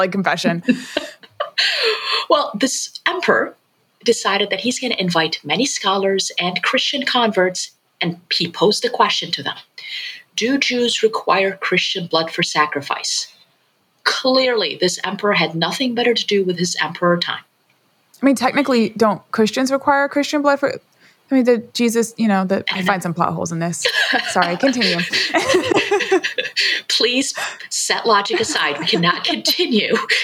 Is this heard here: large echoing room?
no